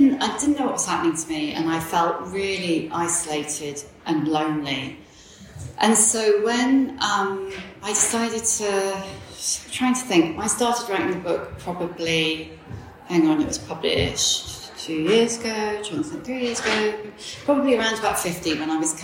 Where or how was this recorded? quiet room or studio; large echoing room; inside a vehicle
large echoing room